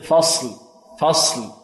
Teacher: الصاد هنا ساكنة ورخوة، يعني يجري فيها الصوت ويجري فيها ماذا؟ النفس